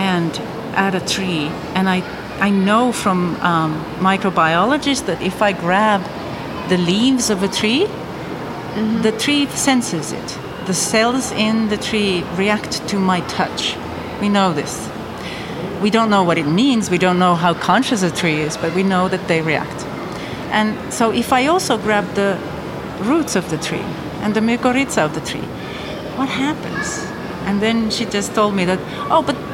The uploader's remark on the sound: Live from São Paulo Biennial